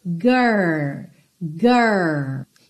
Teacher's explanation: E lembrando que esse R, a gente vai pensar no R da porta com a perna esquerda, sabe? Aquele R com a língua enrolada